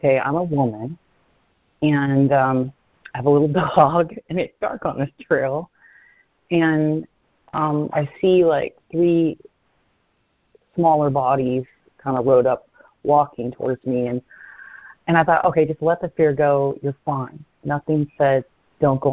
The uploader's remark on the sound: ACIM Daily Conference Call